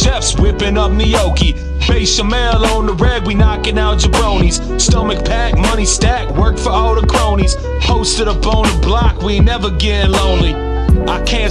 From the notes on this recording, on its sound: Along with his dank wind chimes. Recorded via phone in Grand Rapids, Michigan, on Saturday, October 17th, 2020.